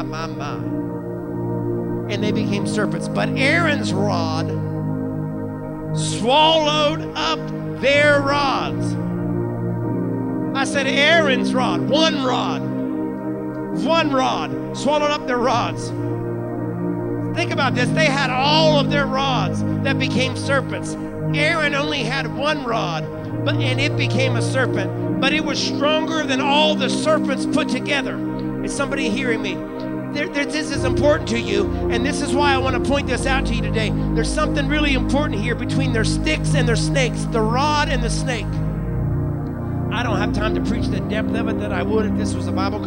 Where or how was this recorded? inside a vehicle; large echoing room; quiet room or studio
large echoing room